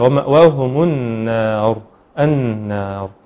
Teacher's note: في قوله تعالى النار، عند الوقف عليها طبعا هتكون الراء مفخمة. وما ينفعش أفخم النون تبعا لتفخيم الراء